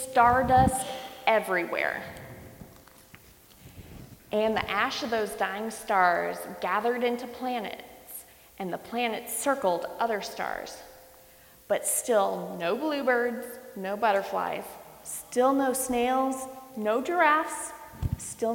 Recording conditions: large echoing room